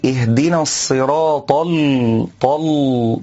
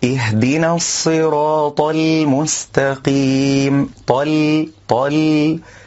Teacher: كذلك من الأخطاء تفخيم اللام من كلمة المستقيم · Shown in: first take · البعض يقول اهدنا الصراط الطل بتفخيم اللام، والسبب في ذلك حرف الطاء من كلمة الصراط، فإنه يأتي مصحوبا باللام من كلمة المستقيم في النطق.